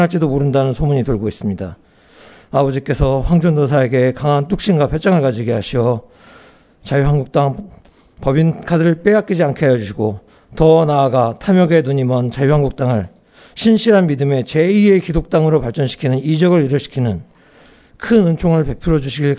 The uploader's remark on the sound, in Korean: 장소] 벙커1교회 (서울 마포구 월드컵북로5가길 8-15 지하 1층)